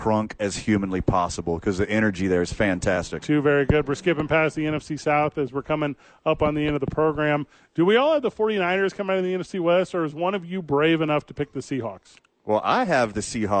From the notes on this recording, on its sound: live from The Dukes Store